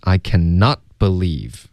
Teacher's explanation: cannot 的 t 呢必须得省略